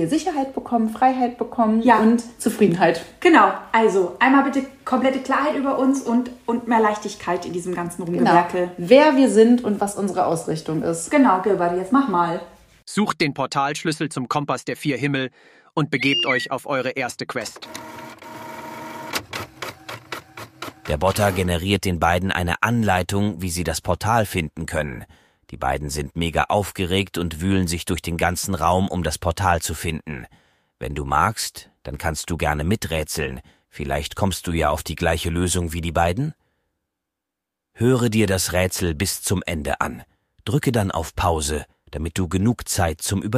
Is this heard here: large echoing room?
no